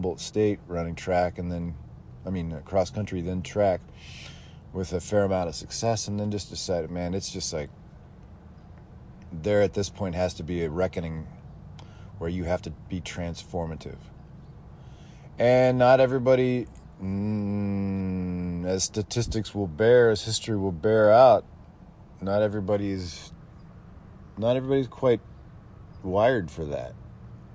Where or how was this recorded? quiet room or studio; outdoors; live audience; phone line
outdoors